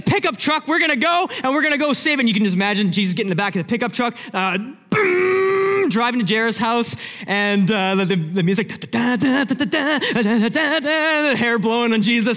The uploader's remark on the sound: Sermon Audio From Northview Young Adults